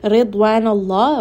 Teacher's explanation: ra here is going to be light in this case.